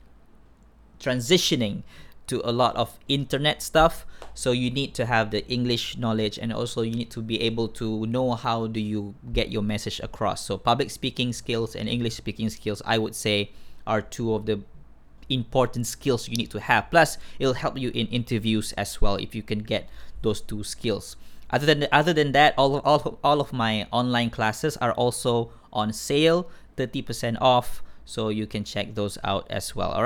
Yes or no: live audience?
no